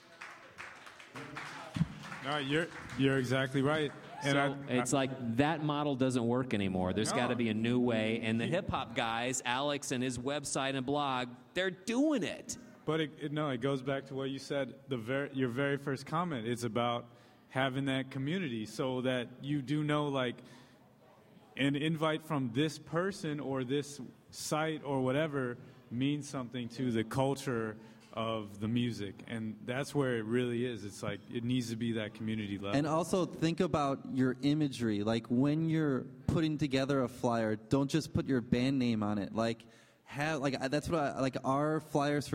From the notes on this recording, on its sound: In a live podcast panel recorded last month at Rockit Bar & Grill